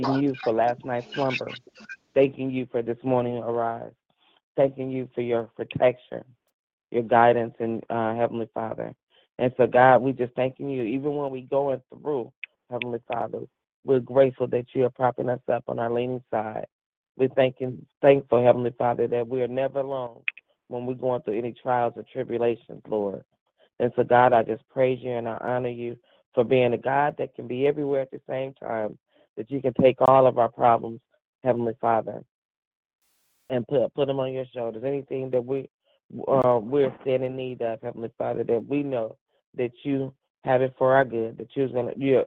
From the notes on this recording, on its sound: 6AM Prayer Call. Live Prayer.